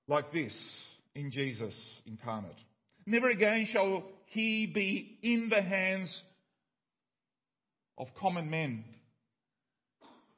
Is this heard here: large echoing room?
yes